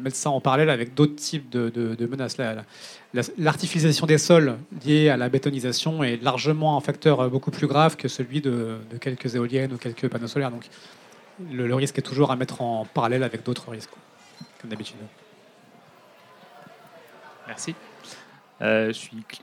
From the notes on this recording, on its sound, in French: Conférence enregistrée en public à la REcyclerie, en partenariat avec le média Futura.